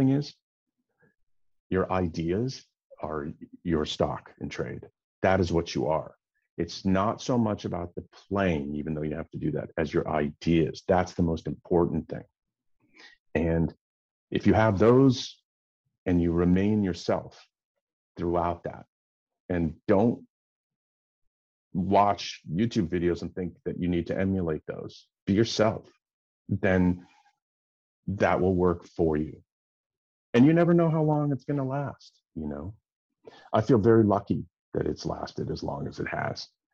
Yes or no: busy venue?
no